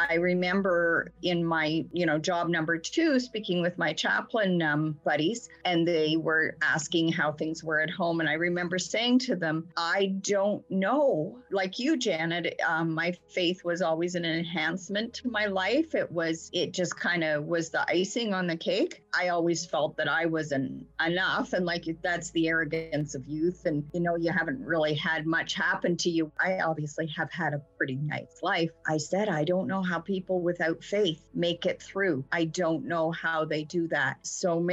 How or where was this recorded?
video call